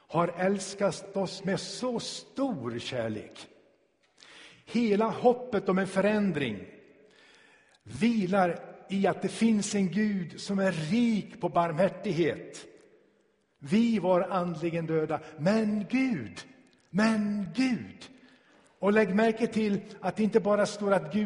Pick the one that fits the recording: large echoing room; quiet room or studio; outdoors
large echoing room